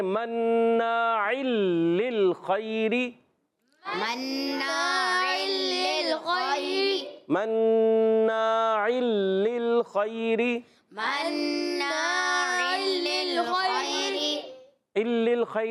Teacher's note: حلق کے اوپر والے حصے سے خا ادا ہوتا ہے